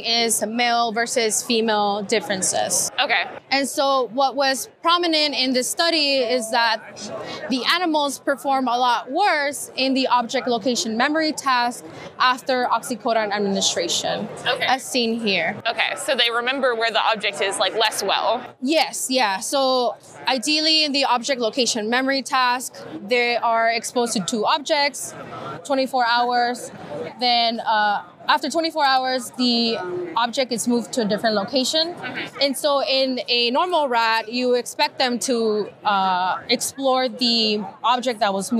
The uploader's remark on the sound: In this set of interviews from the Society for Neuroscience 2023 conference.